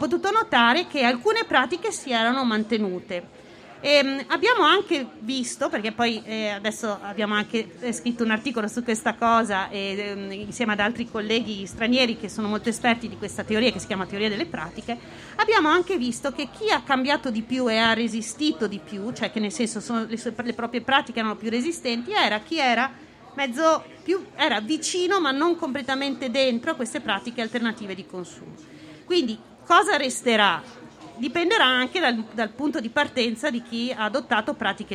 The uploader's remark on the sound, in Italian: In diretta dal Festival dell'Economia 2021